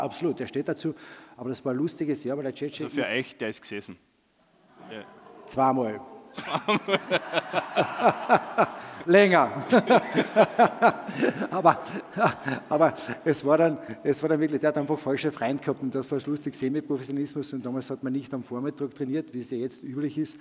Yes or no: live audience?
yes